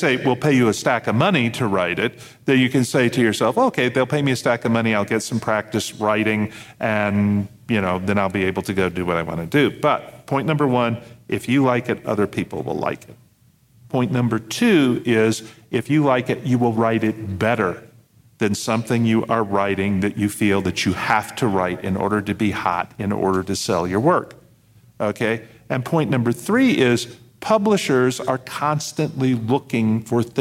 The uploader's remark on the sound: This episode was recorded live at NASFIC.